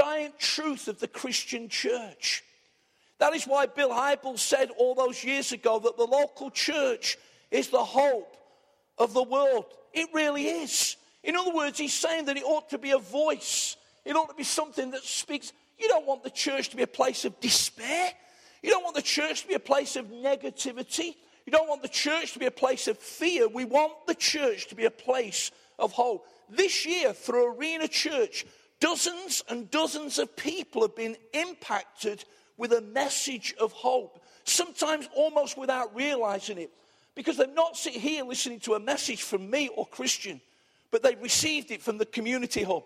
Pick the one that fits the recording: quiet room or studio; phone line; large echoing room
large echoing room